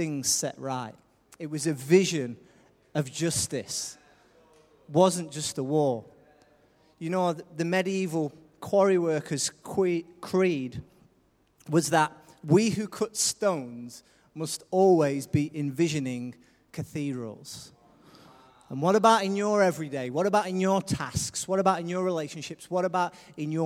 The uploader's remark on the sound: Recorded live at Life Church